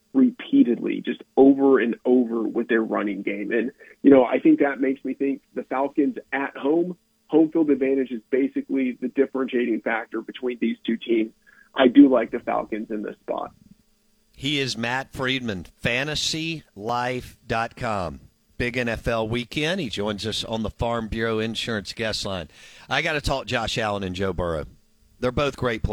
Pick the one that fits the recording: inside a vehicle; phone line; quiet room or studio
phone line